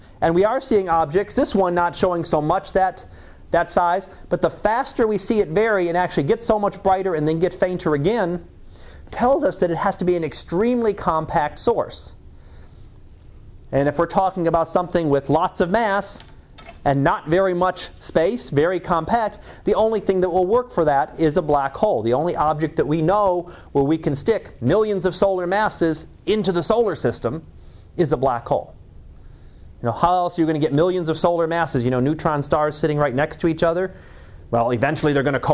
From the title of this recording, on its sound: Live Class Lecture